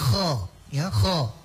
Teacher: Dengan dinaikkan pangkal lidah, huruf kha yang kita baca itu dia akan menjadi kho ya, kho. Dan tidak harus ada getaran gitu, tidak harus ya. · Term: isti'ala